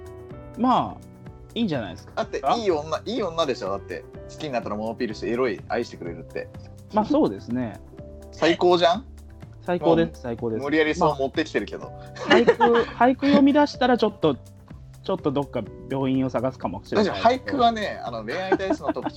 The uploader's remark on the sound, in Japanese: 初のスカイプ収録なので音量バランスとかどうなってるか不安です。